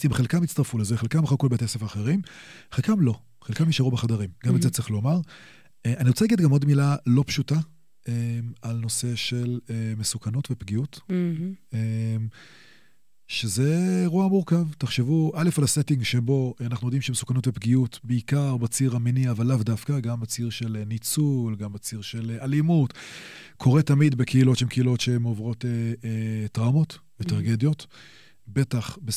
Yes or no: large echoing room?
no